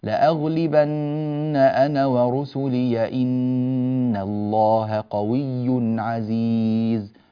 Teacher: في كلمة ورسلي الياء فيها مفتوحة، فإذا وصلناها نفتح الياء